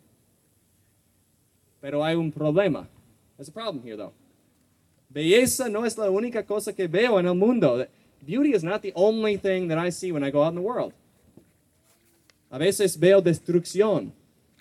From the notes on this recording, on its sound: was preached at our 2023 regional Labor Day Retreat in Peru, Massachusetts